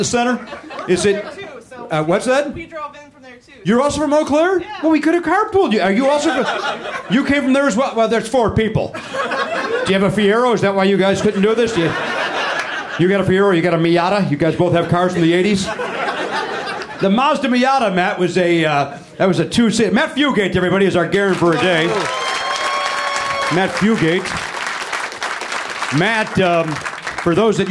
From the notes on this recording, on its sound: Live in Minneapolis.